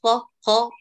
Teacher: الآن الصوت اختلط بالغين